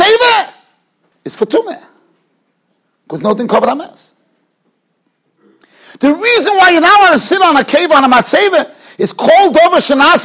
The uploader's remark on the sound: Shiur recorded in Yeshivas Ohr Reuven, Monsey, NY.